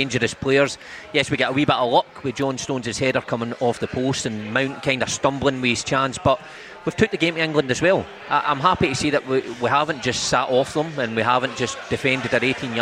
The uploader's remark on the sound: live from Scotland HQ at Drygate Brewery